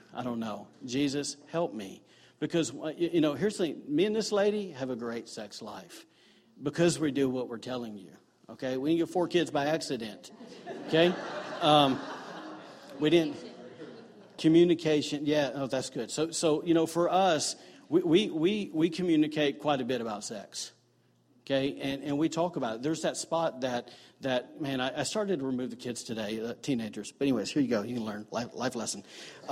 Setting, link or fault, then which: setting, large echoing room